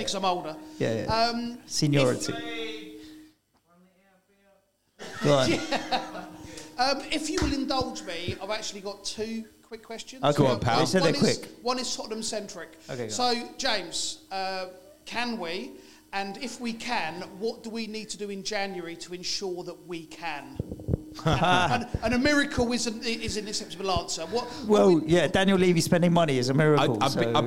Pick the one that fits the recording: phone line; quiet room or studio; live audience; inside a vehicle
live audience